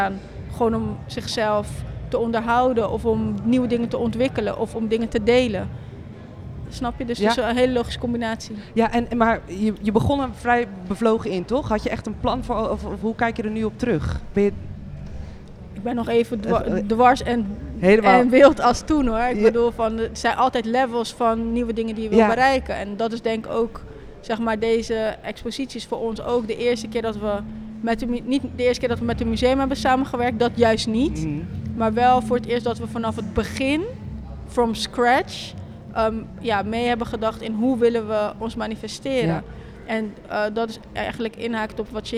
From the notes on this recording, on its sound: This time we’re streaming live from the exhibition “Street Dreams”.